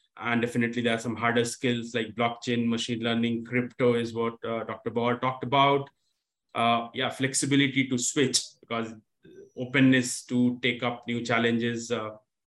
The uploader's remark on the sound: This webinar was recorded on Thursday 4th August 2022.